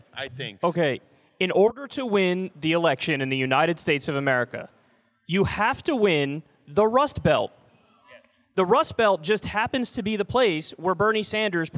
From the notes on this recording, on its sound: Live at Politicon. Stopped by Politicon for a live show of Hear the Bern.